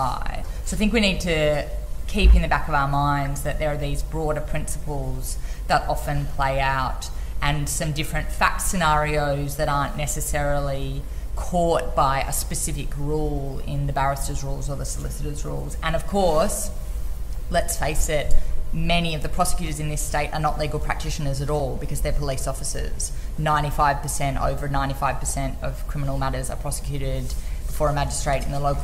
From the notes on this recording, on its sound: This episode was recorded live at the 2022 reasonable cause conference. The conference provides continuing professional development units for hundreds of criminal lawyers each year.